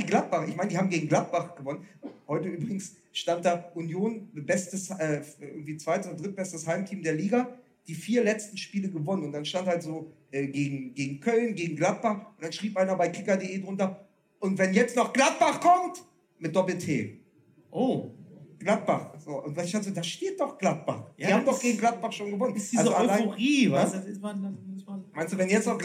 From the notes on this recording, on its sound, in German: FUSSBALL MML Live in Dortmund. Dieses Mal sind wir live in Dortmund und sitzen 90 Minuten auf einer Besetzungscouch, die mit jenem Leder bespannt wurde, von dem wir so gerne ziehen.